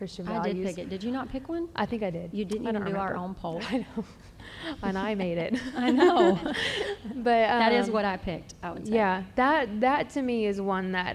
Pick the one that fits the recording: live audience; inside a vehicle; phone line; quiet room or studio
live audience